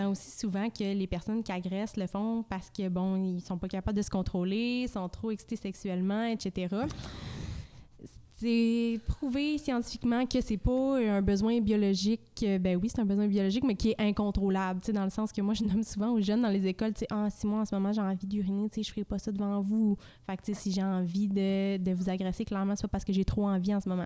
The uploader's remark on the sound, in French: Le podcast a été enregistré en novembre 2021 à la microbrasserie le Boquébière au 50, rue Wellington Nord à Sherbrooke